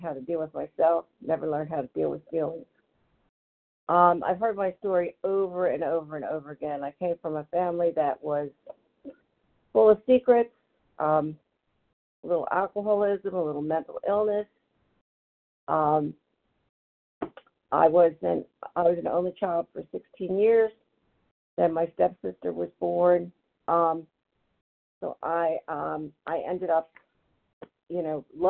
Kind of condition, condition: link, phone line